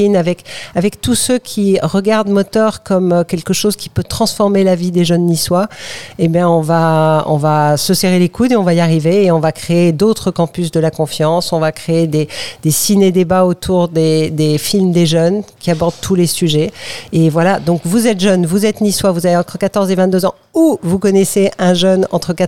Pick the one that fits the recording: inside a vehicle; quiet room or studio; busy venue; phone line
busy venue